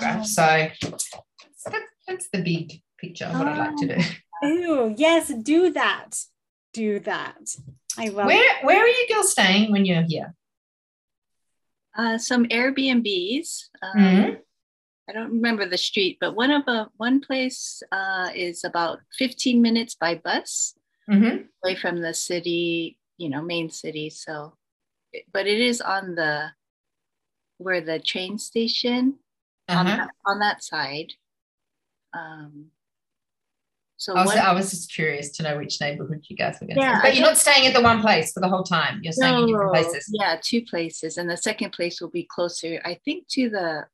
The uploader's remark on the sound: A rainy day in Florence via Zoom.